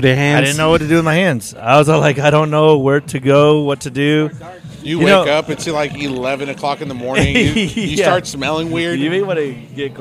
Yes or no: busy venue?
yes